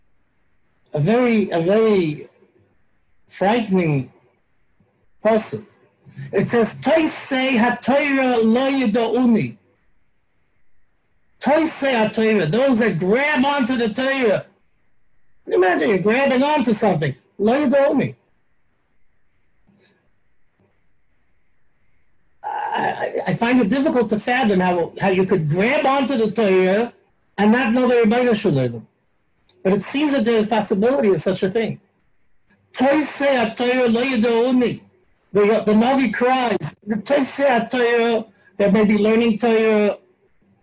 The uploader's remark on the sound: Live on Zoom 7-19-2020